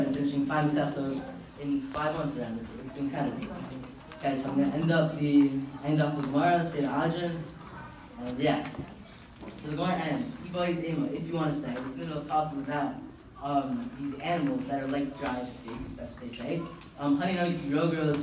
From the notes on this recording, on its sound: Live from Yeshivat Noam! In my school Yeshivat Noam at the Daf Yomi club during lunch where around 100 Talmidim attended.